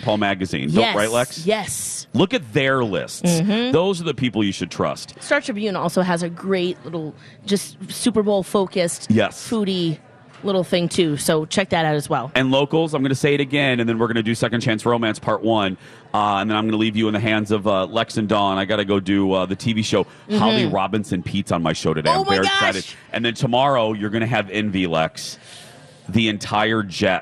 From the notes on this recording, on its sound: broadcast live from the AC Hotel for the Superbowl